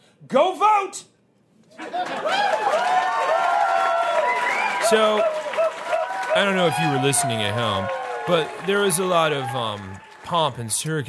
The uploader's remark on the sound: Recorded LIVE on December 16th 2023 and May 26th 2016 for The Paper Machete LIVE at Chicago’s Historic Green Mill Lounge.